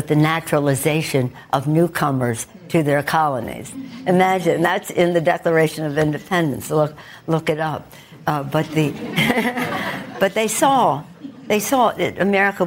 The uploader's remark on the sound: Questions during a live town hall. In Washington, D.C.